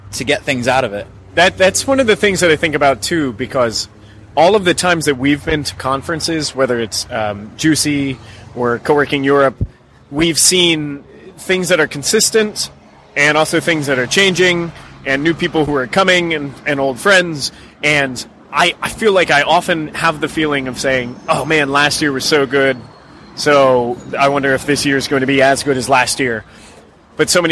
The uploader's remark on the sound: Live from the Coworking Europe Conference. Recorded live at the Coworking Europe conference which we attended in beautiful Lisbon, Portugal.